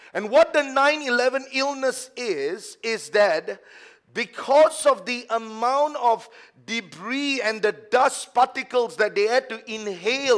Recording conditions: large echoing room